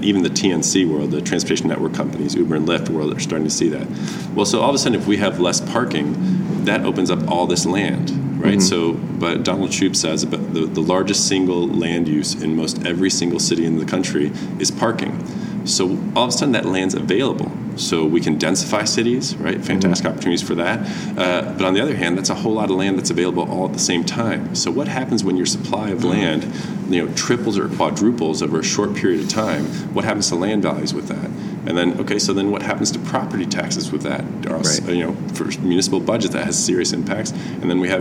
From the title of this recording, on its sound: Live from TRB